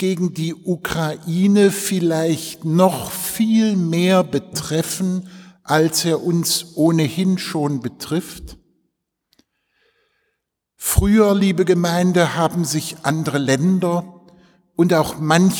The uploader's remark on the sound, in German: im Zentralenreformationsfestgottesdienst in der Detmoler Martin-Luhter-Kirche